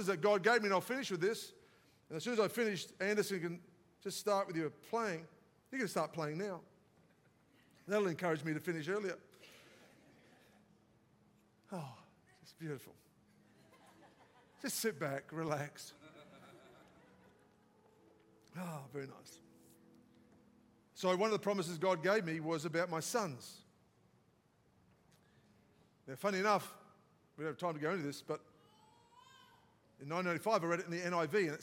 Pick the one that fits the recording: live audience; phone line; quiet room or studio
live audience